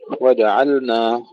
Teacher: إظهار اللام عند النون